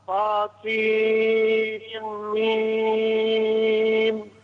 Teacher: الكتاب المبين. السين والميم ست حركات مدهم أطول من اللي مديت